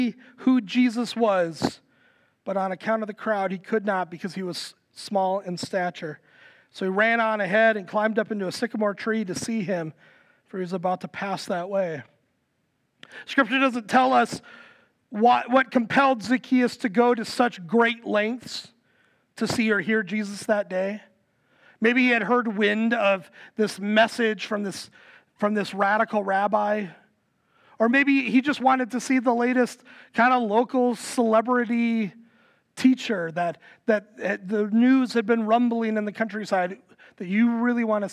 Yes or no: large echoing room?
yes